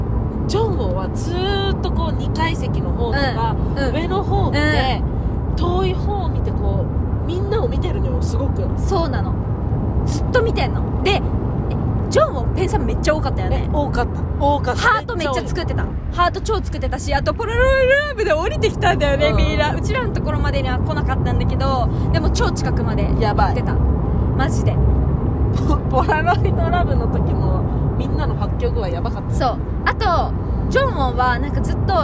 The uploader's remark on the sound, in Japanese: 帰り道で録音してよかった！